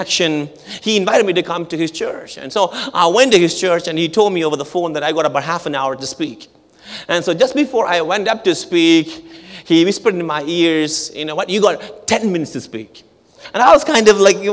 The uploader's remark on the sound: at our March 2023 Edmonton Gathering at Calvary Community Church